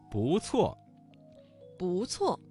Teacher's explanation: 中，我们听到了很多读音发生了语流音变的字，接下来我们一起来举例几个词语，继续来了解语流音变的知识。一定，这个词当中的一在四声之前，它的读音就变成了二声。我们来造句，你一定要按时完成作业。你一定要按时完成作业。好玩儿，这个词当中的玩加了一个卷舌音，形成了儿化音。我们来造句，这个游戏很好玩，你也来试试吧。这个游戏很好玩，你也来试试吧。看看，这个词当中第二个看字读成了轻声。我们来造句，你看看这本书，里面有很多有趣的故事。你看看这本书，里面有很多有趣的故事。不错，这个词当中的不字在四声之前变成了二声